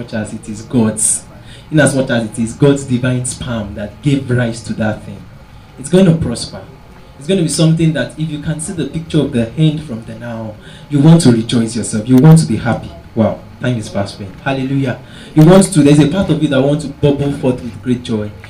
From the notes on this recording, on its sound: Preached at TACSFON OAU in 2009.